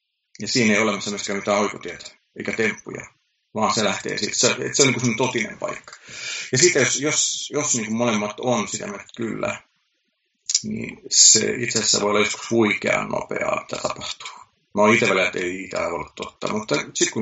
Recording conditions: video call